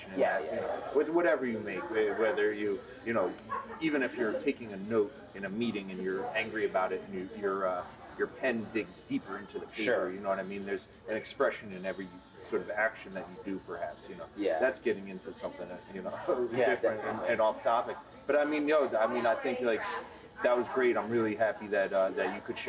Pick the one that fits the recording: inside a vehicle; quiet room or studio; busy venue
busy venue